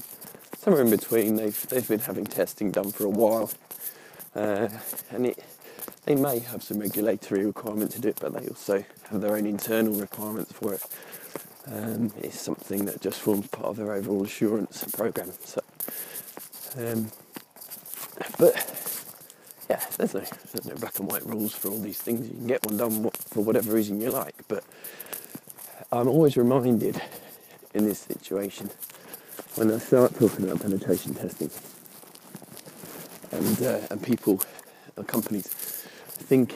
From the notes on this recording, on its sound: Usual caveats, this is unscripted, unedited, ad-hoc and recorded while walking the dog.